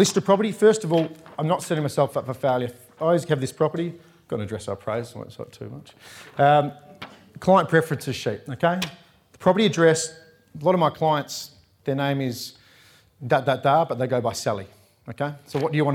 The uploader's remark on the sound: recorded live at REBar Camp 2019